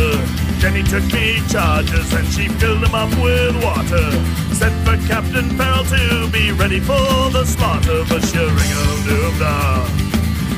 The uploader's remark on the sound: Tavern music live from the Dancing Flame. Join us live from The Dancing Flame for a foot-stompin’ ale-guzzlin’ tankard-droppin’ good time!